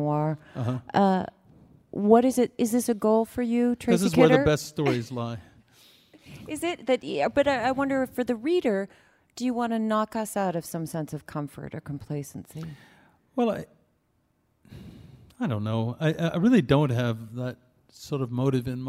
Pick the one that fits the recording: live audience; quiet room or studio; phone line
live audience